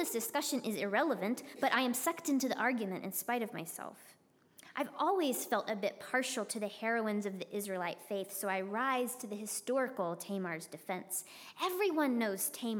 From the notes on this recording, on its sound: preached at Northminster Church on March 8, 2020